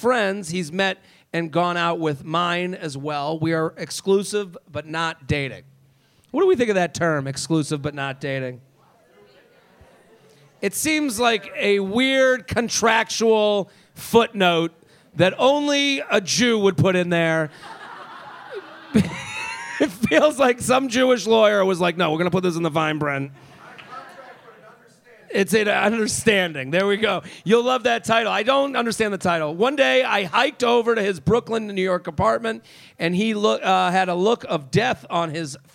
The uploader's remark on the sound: LIVE From Laugh Boston. LIVE from the Laugh Boston comedy club.